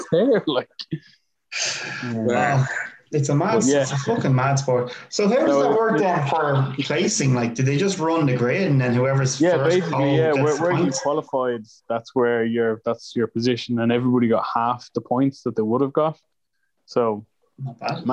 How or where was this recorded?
video call